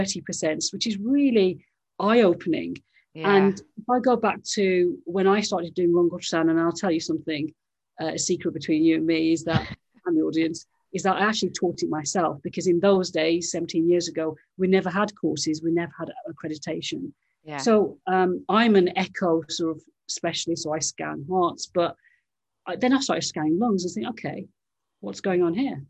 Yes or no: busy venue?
no